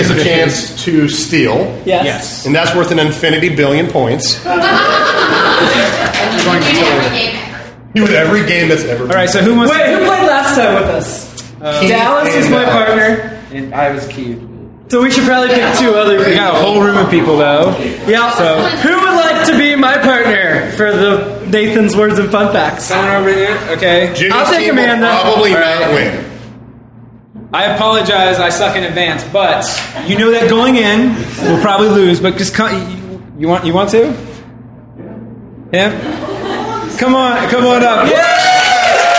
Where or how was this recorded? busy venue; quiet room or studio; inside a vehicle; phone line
busy venue